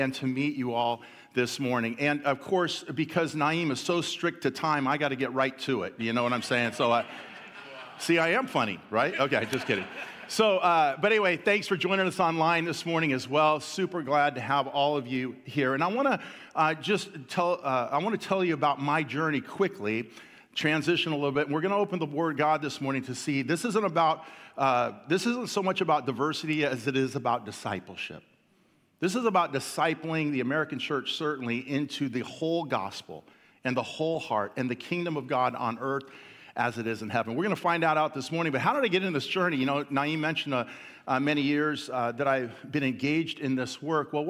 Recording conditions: large echoing room